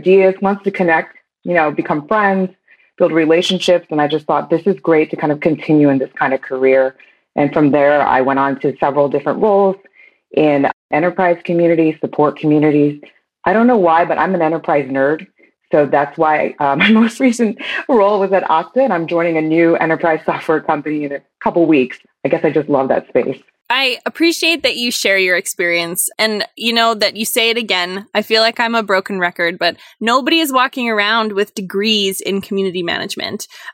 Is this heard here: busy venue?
no